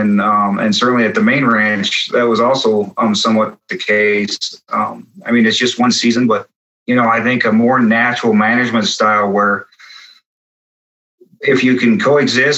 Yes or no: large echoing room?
no